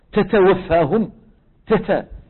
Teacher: المغاربة كمان بيبالغوا بالهمسة